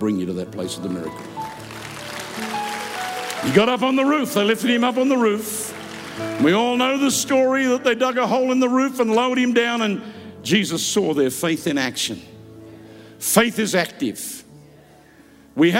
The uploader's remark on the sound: Preached live from South Africa